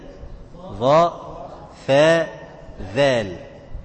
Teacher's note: طرف اللسان مع اطراف الثنايا الظاء والثاء والذال